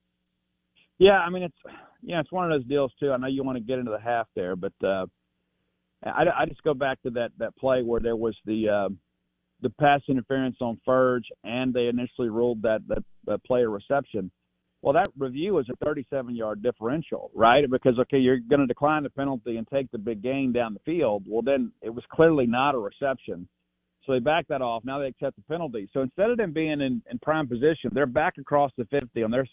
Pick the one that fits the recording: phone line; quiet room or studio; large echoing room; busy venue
phone line